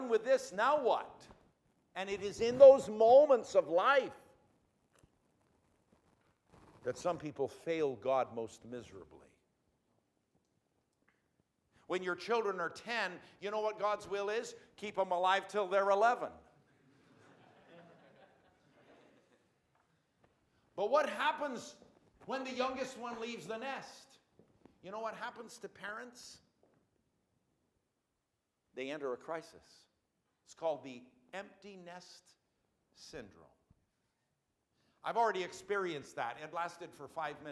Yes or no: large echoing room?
yes